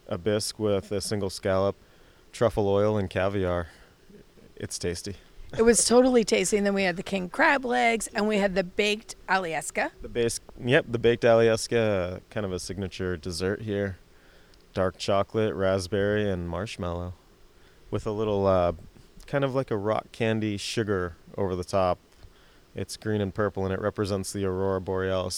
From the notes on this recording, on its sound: Live from the road. Crew got an exceptional opportunity to visit the Alyeska Resort in Girdwood, Alaska.